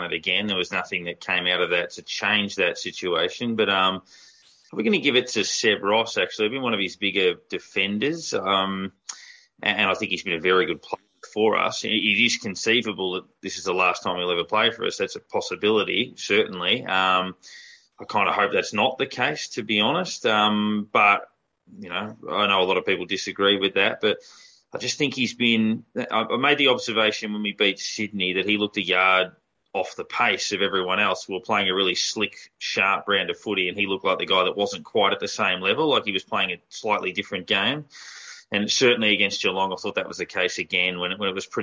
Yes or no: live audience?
no